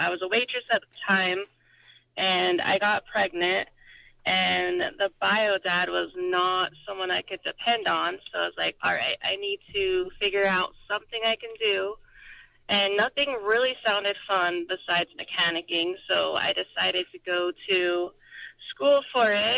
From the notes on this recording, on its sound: joined on the phone